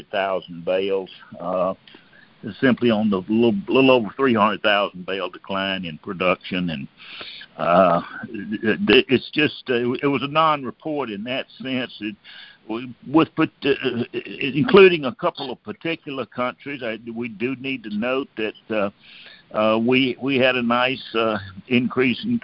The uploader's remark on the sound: Monthly Conference Call